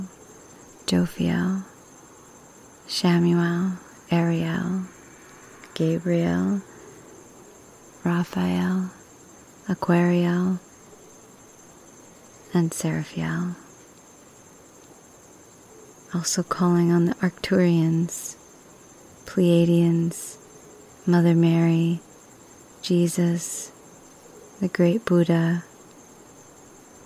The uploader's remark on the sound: Having moved to Oahu, I recorded this message of gratitude under the stars.